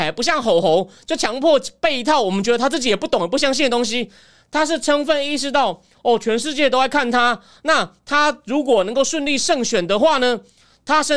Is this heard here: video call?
no